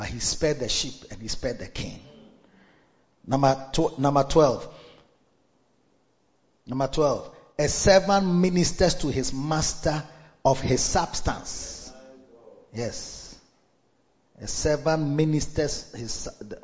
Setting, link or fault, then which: setting, large echoing room